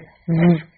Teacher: 这个是一个摩擦音，而且声带要振动。最重要的地方就是它的上齿与下唇是咬合的